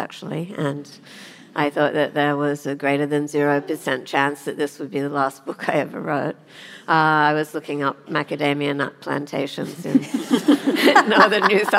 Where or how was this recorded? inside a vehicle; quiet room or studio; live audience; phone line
live audience